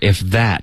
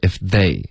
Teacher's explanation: 这个 that 跟 they 嘴巴大小区别很大